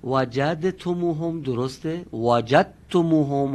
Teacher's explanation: دال وقت که سکون داره در حرف تی دو نقطه ادغام میشه